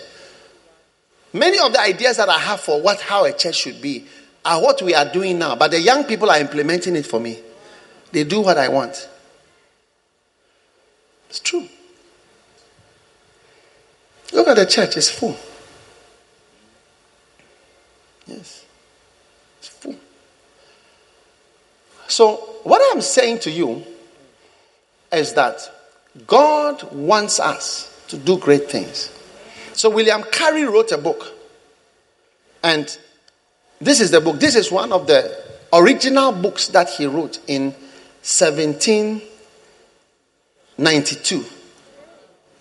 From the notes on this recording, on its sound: Preached at the First Love Center, Accra.